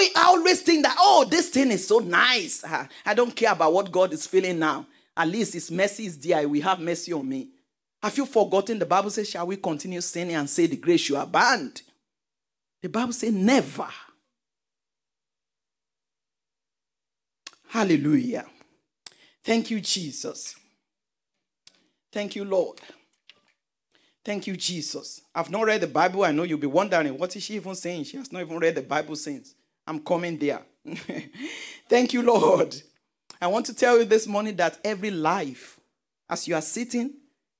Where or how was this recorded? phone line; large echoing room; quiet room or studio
large echoing room